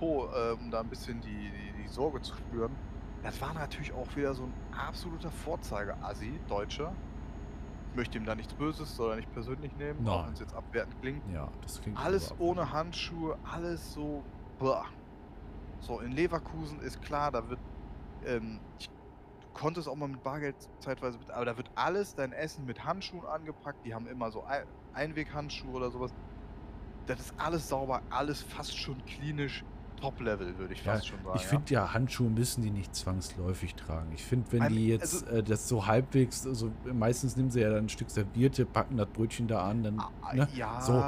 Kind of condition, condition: fault, background noise